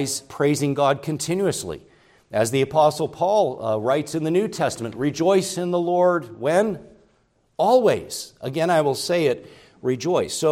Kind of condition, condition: setting, large echoing room